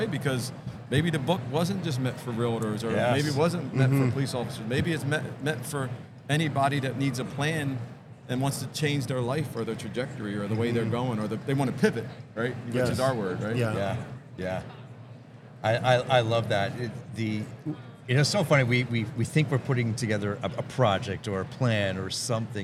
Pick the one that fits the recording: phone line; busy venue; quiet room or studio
busy venue